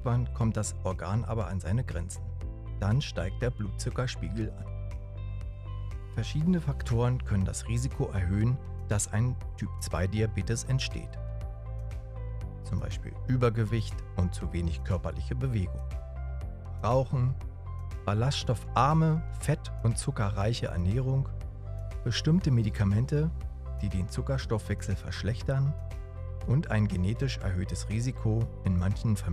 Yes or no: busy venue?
no